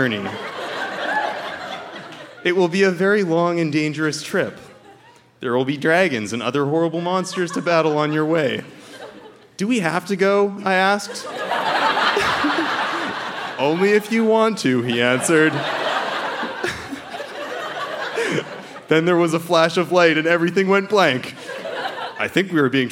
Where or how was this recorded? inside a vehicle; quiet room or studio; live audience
live audience